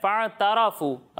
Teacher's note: دیکھیں یہ فاعترفوا نہیں ہے تا کو باریک پڑھنا ہے فاعترفوا را کو پر پڑھنا ہے تا کو باریک پڑھنا ہے